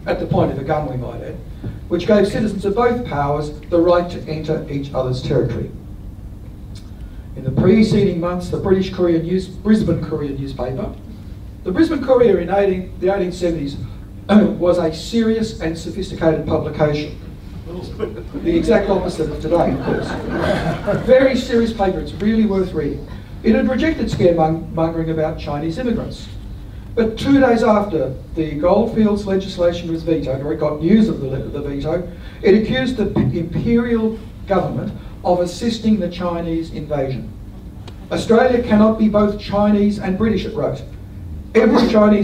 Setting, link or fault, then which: setting, live audience